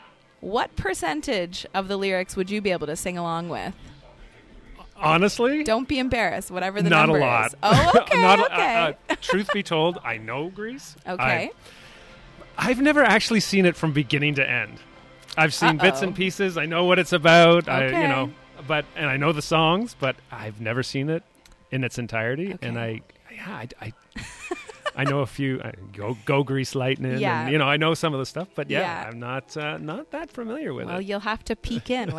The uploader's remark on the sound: Broadcast live from Apollo Cinema in Downtown Kitchener.